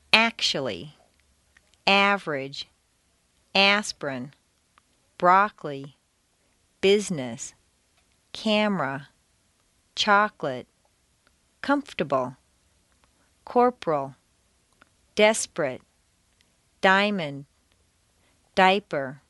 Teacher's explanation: Intonation can also completely get rid of certain entire syllables. Some longer words that are stressed on the first syllable squeeze weak syllables right out. · Term: squeezed out syllables